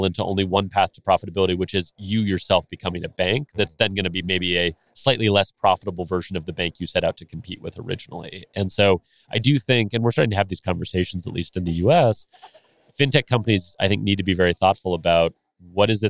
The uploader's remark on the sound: Live From the Fintech Meetup in Las Vegas. At the Fintech Meetup conference, live from Vegas.